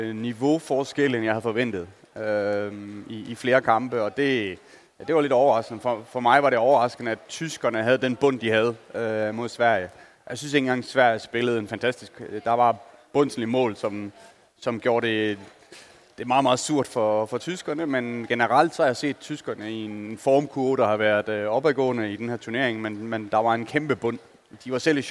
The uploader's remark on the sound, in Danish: Fredag eftermiddag var vi på plads på scenen i Fanzonen i Boxen. Optog vores optakt foran et live publikum, ligesom festen i Boxen begyndte.